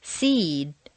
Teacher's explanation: This was introduced on page 3, where you learned that a final voice consonant causes the previous vowel to double